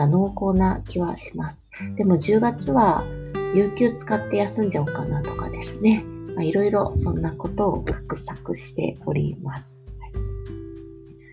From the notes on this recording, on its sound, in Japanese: 梅雨ですね。窓を開けて雨音を聞きながら録音しました。